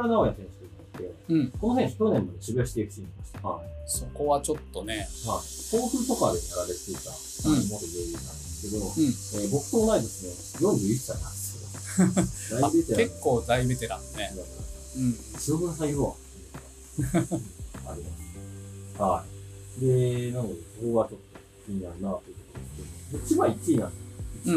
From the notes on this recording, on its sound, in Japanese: 工事BGM...音質悪くてすいません。